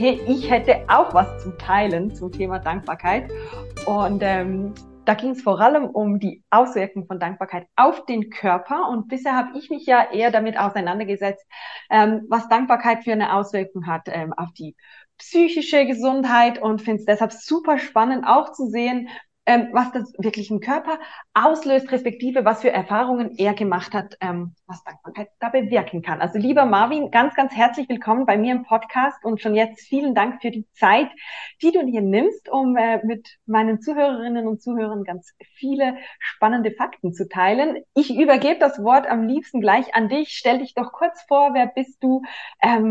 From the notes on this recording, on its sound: online via Zoom